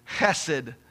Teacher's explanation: It looks like chesed because it starts with an H, but in the Hebrew it's this guttural sound, like you're clearing your throat